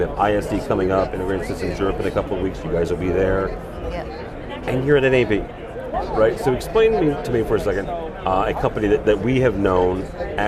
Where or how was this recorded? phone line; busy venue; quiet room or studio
busy venue